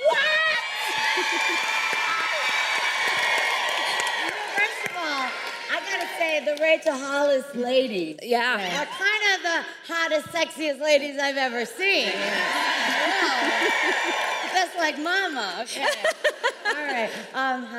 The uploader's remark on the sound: LIVE! at RISE Minneapolis. Sit in on one of our AMAZING panels from RISE Minneapolis.